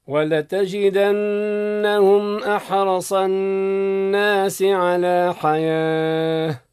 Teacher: إدغام بغنة في قوله ولتجدنهم النون مشددة أي مضاعفة